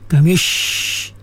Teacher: keluarlah angin dia tu melalui celah-celah gigi · Term: sifat tafashi